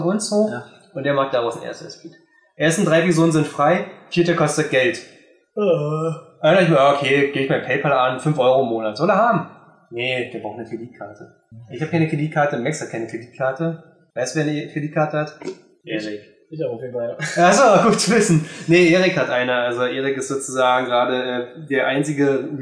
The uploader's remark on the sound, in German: Entschuldigt die schlechte Audioqualität, es war leider nicht möglich ein besseres Setup auf zu bauen für ein besseren Ton.